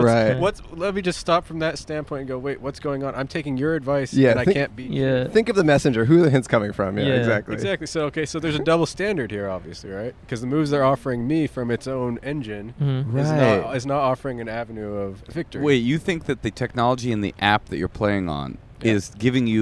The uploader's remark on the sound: Recorded on Brand Blvd in Glendale, California.